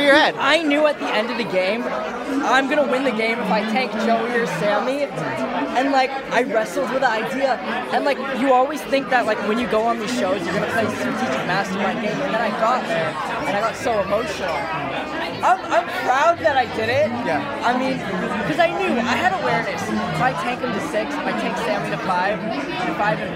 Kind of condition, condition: setting, busy venue